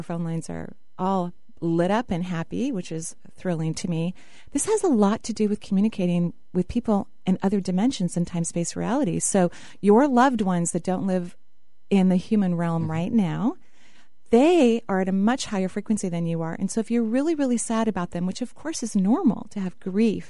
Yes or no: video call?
no